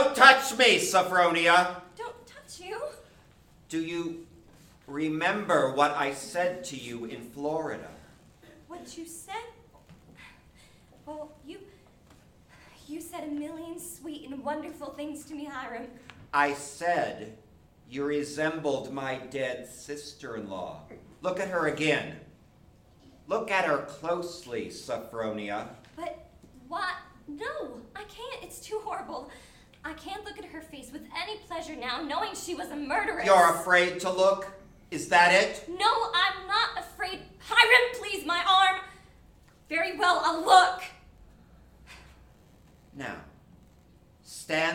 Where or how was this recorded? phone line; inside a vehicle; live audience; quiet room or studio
live audience